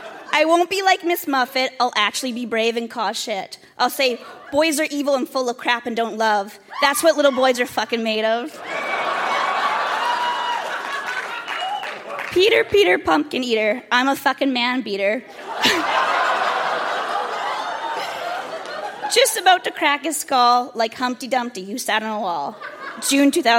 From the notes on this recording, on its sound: Recorded live at The Broadway Theatre in Saskatoon.